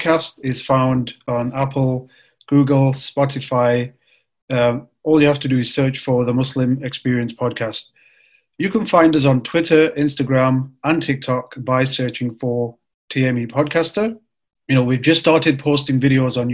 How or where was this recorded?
video call